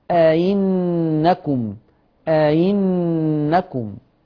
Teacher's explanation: لو بسهل همزة مكسورة تتردد ما بين الهمزة والياء · Term: همزة مسهلة